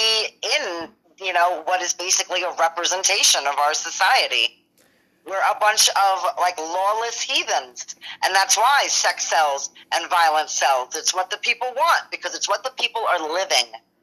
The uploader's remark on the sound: Special call in from my mother.